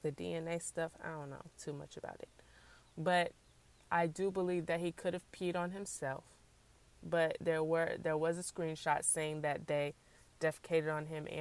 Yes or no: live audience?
no